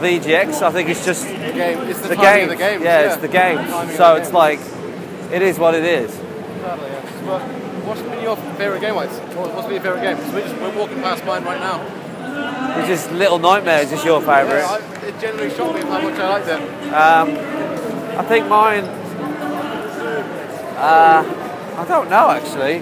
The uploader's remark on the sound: EGX 2016 Sunday. The last day of EGX, everyone is tired and we started to feel like zombies walking around the show floor.